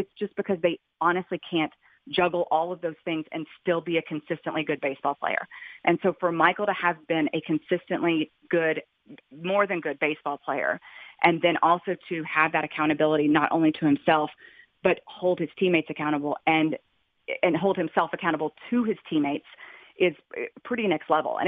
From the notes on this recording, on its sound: called in to the … and … show.